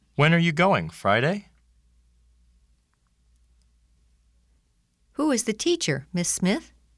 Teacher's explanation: When an answer to your question is suggested, it is on a higher tone.